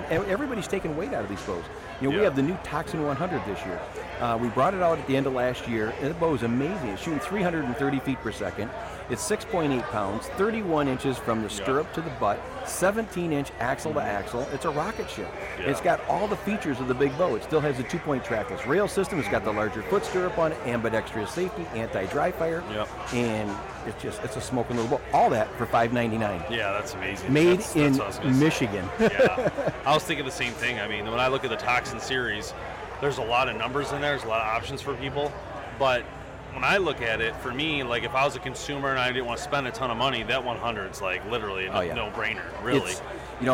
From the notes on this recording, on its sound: joins us LIVE from the Woods N Water Outdoor Weekend